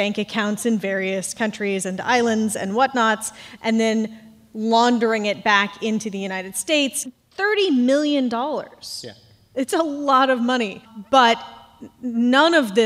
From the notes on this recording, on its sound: NPR Politics Live From Cleveland. Recorded in front of a live audience at the Ohio Theatre at Playhouse Square in Cleveland.